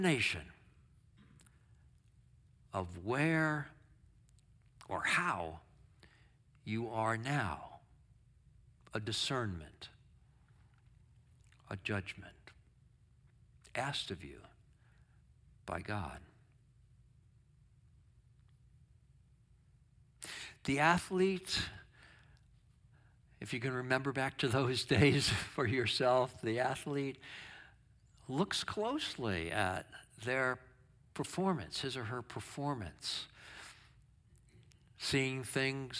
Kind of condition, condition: setting, large echoing room